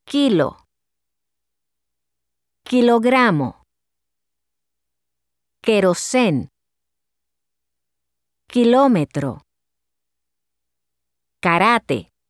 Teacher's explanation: Remember to pronounce the k sound without aspiration.